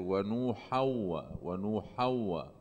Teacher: بتطير التنوين وبصير في شدة على الحرف اللي بعد التنوين · Term: إدغام